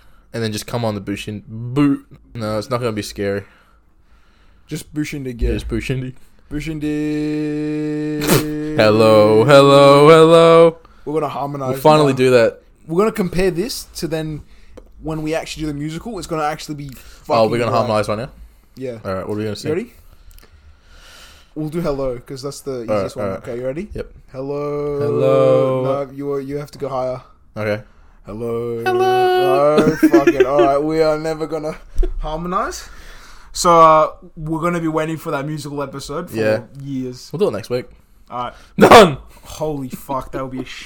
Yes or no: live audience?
no